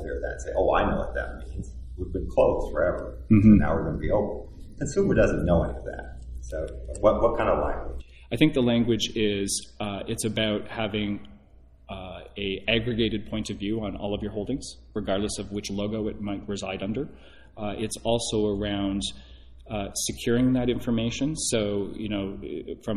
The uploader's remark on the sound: Live from DN Intersect. Sat down at the company's DN Intersect event. This podcast is one of a group of four recorded on site at the Diebold Nixdorf DN Intersect conference in Las Vegas, September 2019.